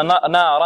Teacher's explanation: الراء مفخمة. لماذا؟ لأن مفتوحة الراء